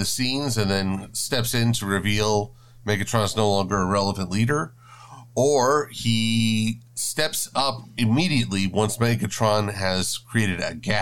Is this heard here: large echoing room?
no